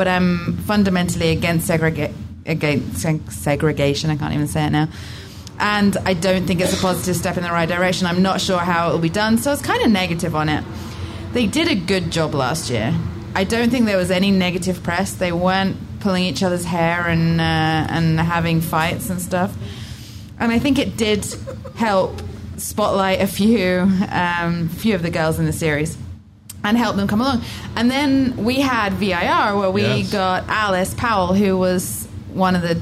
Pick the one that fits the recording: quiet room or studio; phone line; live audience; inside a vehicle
live audience